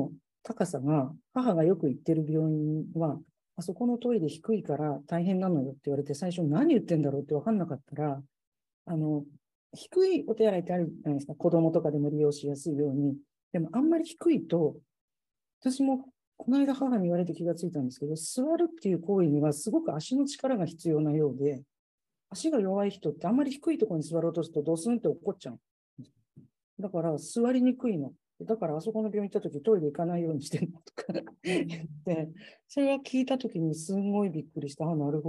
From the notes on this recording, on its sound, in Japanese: 収録場所： オンライン (Zoom)。